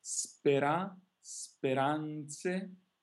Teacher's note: this R is just a flipped sound